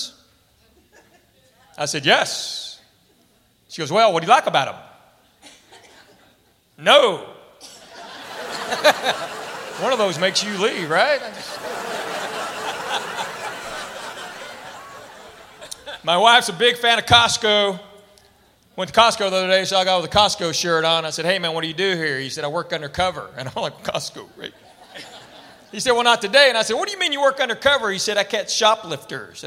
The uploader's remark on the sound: Live at the Southpoint Casino